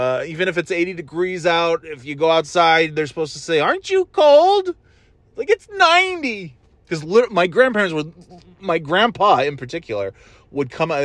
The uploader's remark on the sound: Just driving around and talking about whatever